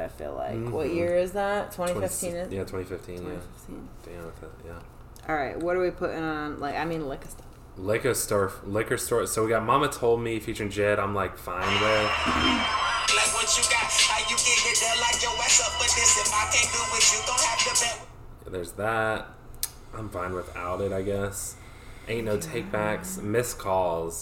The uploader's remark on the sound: THIS PODCAST IS UNLISTENABLE!!! There are weird background noises and bad levels.